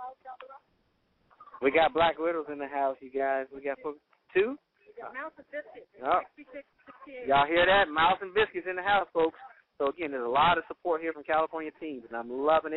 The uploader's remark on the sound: Note: There were a few technical difficulties with his phone.